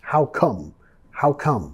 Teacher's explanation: vamos a bajar de entonación al final. No es how come, más how come, how come.